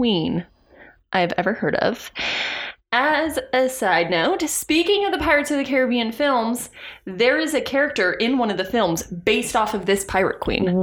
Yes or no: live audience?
no